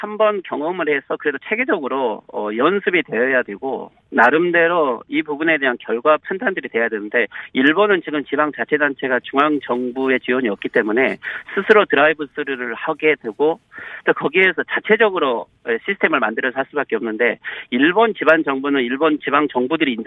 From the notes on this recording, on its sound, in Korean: 전화연결